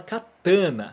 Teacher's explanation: Coloca o tan lá em cima, né?